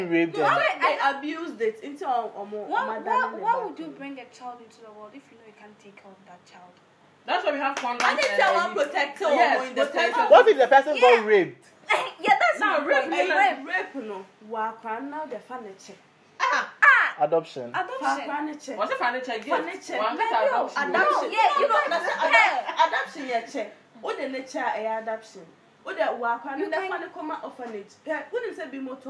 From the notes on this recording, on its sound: there could be a little background hitches because this episode was recorded outside a studio